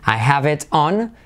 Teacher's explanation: La T de it se une con on.